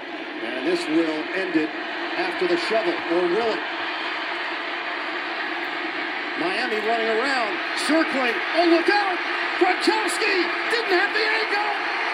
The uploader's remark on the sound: Post Game Reaction Live From Hard Rock Stadium. Live in the locker room.